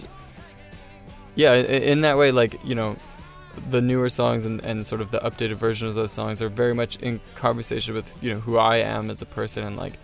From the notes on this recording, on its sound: I climbed into the tour van